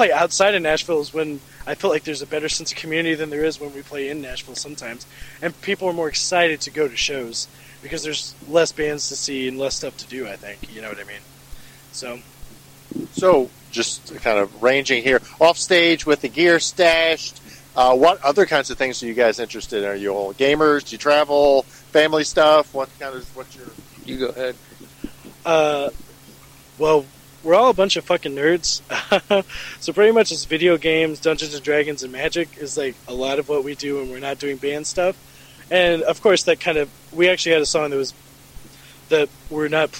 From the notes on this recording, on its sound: Interview recorded at the 2018 Shred Fest in Murfreesboro TN!